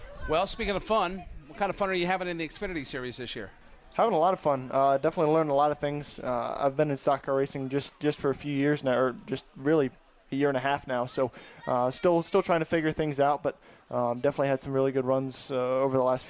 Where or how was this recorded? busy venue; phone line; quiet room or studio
busy venue